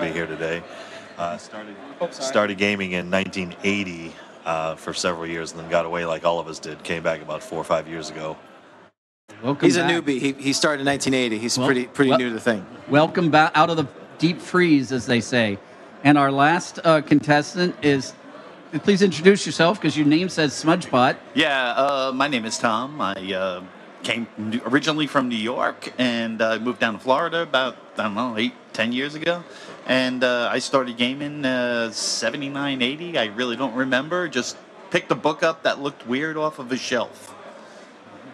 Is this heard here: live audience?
yes